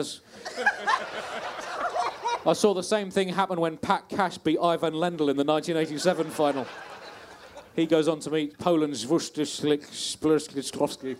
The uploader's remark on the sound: Bonus Live Bugle